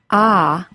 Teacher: To transition into the short O sound, ah, the jaw opens and the body of the tongue moves back and drops low into the bottom teeth. The lips are more rounded than for the short A